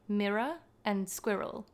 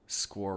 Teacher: there'll be like a two-syllable word with R in the middle and Americans refuse to pronounce the second syllable